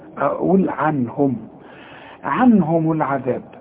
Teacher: عنهم النون ساكنة وبعدها هي، والهي من حروف الإظهار، يبقى مش هقولني هنا، أقول عنهم، عنهم العذاب.